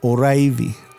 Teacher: even the way that I say Oraivi, I have that rolling R